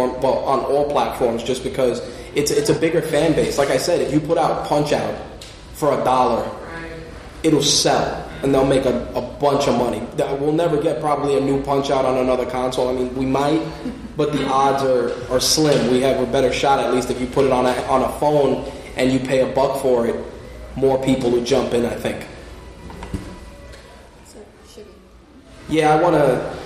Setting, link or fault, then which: setting, live audience